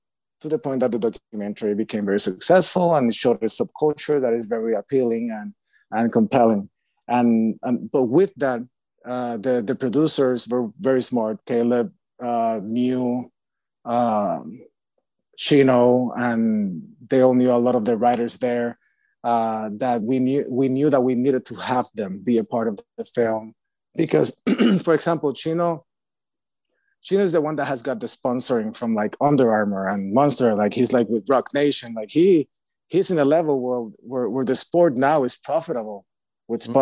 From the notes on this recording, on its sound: virtual Q&A